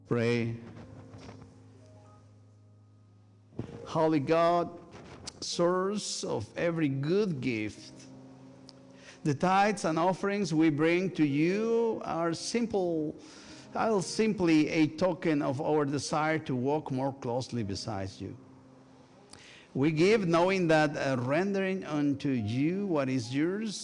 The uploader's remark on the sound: This week's service, recorded live on October 22, 2023. We are located at 12550 Van Nuys Blvd.